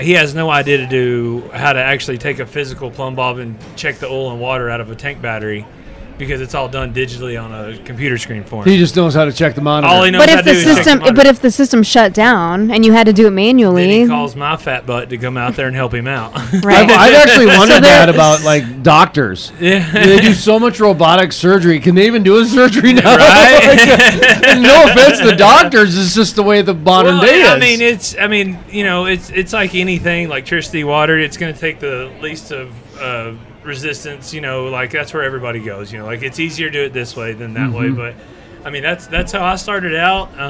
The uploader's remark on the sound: live from the Permian Basin Association of Pipeliners Annual Cookoff.